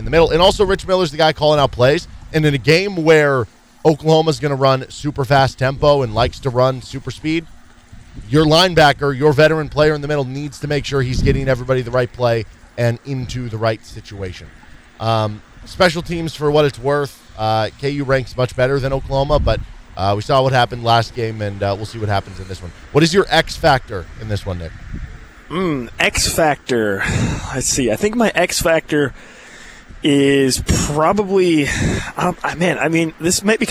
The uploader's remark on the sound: KU Tailgating Show at Big Mill. Live pregame show.